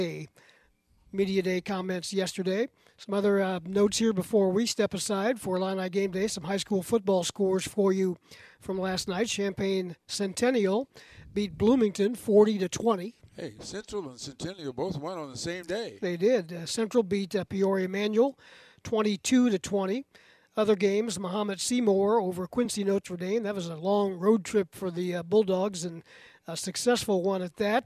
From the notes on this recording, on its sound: live from the Memorial Stadium press box